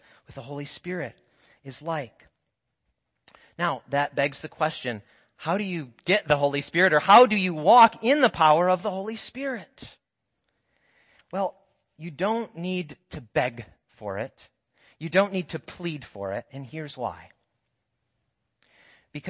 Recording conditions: large echoing room